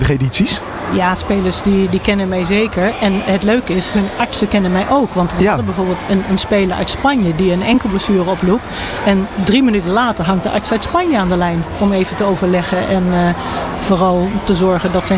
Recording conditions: busy venue